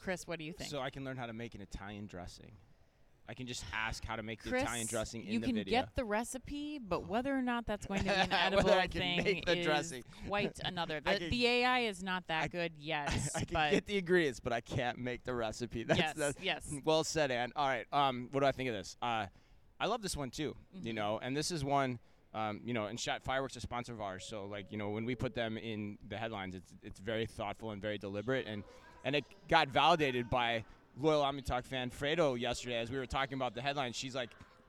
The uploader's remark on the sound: live from Shoptalk Europe in Barcelona